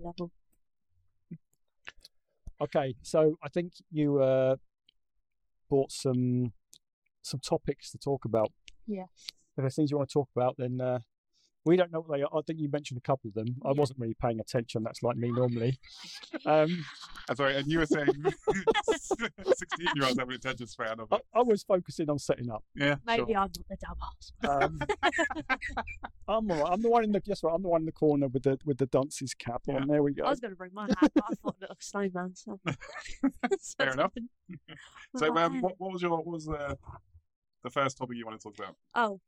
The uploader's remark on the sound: Apologies for the poor audio